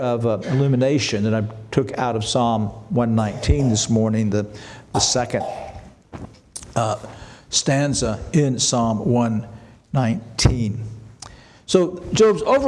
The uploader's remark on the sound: This sermon was preached on October 15, 2023 at Antioch Presbyterian Church. At Antioch Presbyterian Church, a mission work of Calvary Presbytery of the Presbyterian Church in America located in Woodruff, South Carolina.